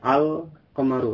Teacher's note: lamnya nampak jelas ketika bertemu dengan huruf qaf · Term: huruf-huruf qamariyah